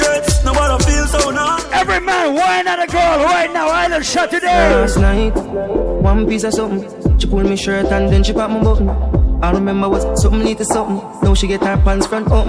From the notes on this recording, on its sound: LIVE AT ISLAND SATURDAYS.